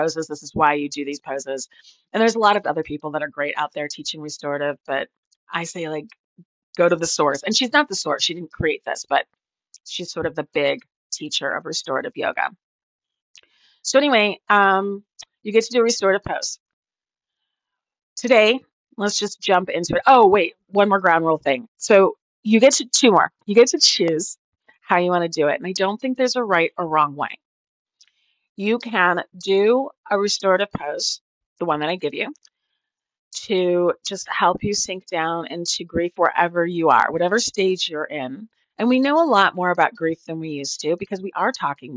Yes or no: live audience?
no